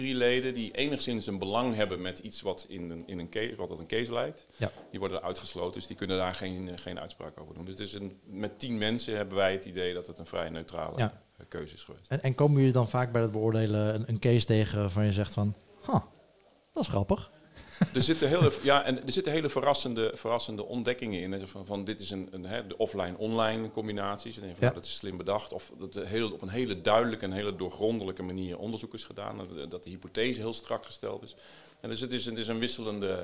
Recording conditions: busy venue